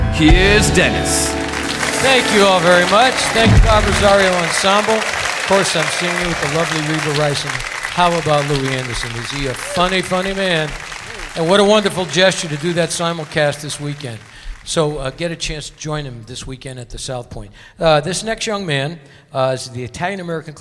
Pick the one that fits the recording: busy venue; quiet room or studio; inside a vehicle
busy venue